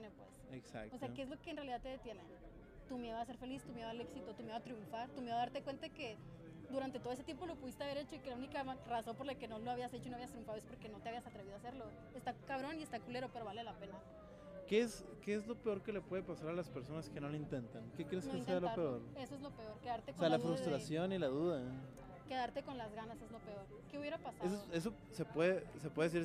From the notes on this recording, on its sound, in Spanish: Episodio Especial ARRE FESTIVAL. Mi primer evento publico.